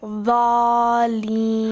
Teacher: there's a med on the ضا but there's no med on the lean, so you read lean very fast